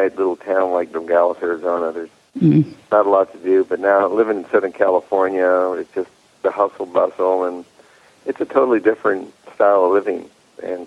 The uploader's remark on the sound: loads of holiday voicemails and live calls from listeners